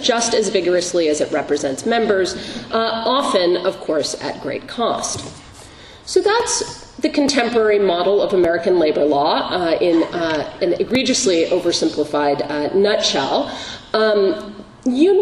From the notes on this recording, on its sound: Recorded October 5, 2015, as part of the Law School’s First Mondays luncheon series.